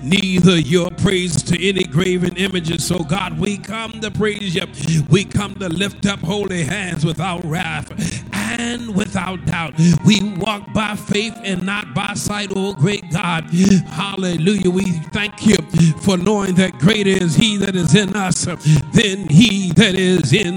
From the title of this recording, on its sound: GAC Sunday Morning Service